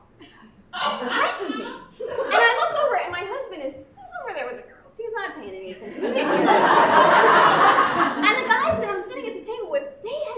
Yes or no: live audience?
yes